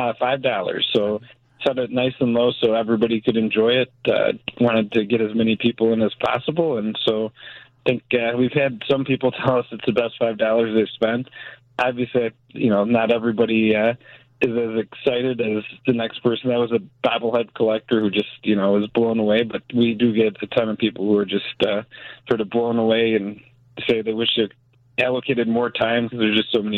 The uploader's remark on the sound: joins the conversation over the phone